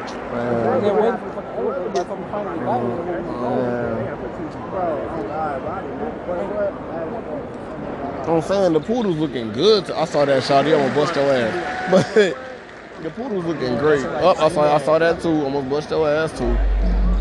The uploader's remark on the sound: live from the FedEx forum